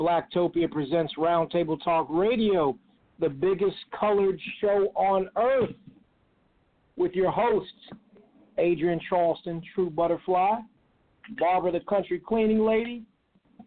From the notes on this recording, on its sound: we will also open up the phone lines